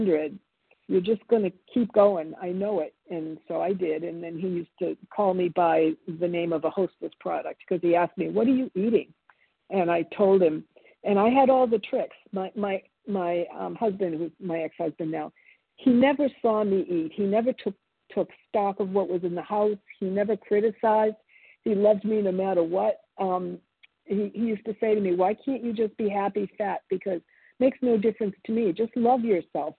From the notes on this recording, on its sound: 100 Pounders Phone Meeting.